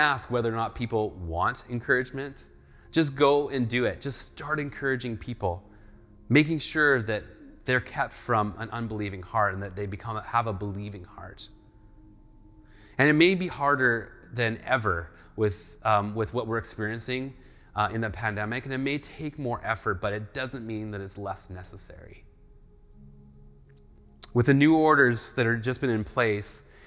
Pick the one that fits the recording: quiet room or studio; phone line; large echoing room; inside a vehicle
large echoing room